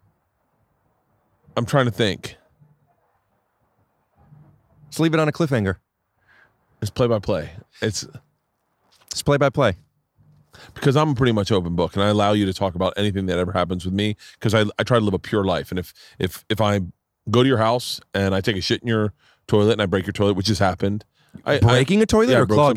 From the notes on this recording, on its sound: Today I sit down outside